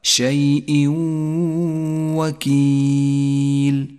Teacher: المثال التالي، الإدغام بغنة عند قوله تعالى شيء وكيل شيء وكيل، جاء التنوين وبعده حرف الواو، والواجب أن يسقط التنوين من اللفظ، ولذلك لون باللون الرمادي إشارة إلى عدم نطقه، وأن نقف بغنة على حرف الواو زمنها حركتان ولذلك لونت باللون الأخضر، يقرأ الإدغام بغنة هكذا: شيء وكيل.